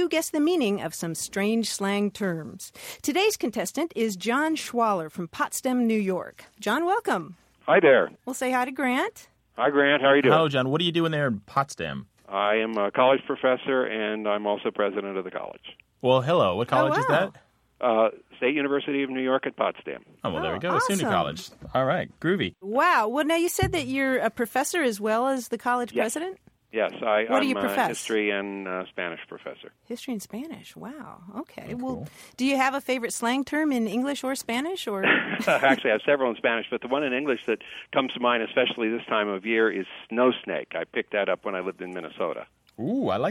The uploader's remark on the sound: A caller from Down Under phones to say he's annoyed when honorees declare they're 'humbled' by this or that award.